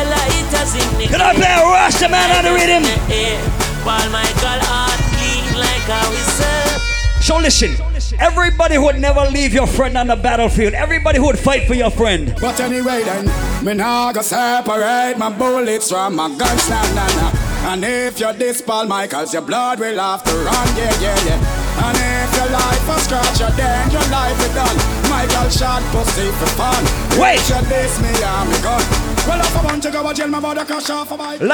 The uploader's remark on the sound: Live audio recording of my segment at Rum Punch Thursdays in Hartford, CT on March 23rd